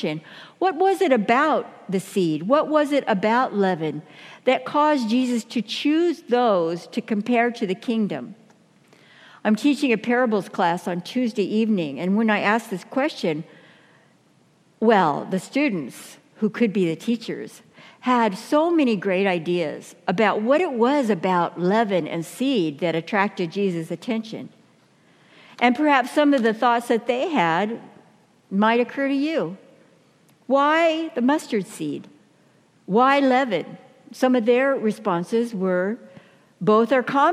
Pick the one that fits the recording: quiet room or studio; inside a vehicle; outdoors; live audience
live audience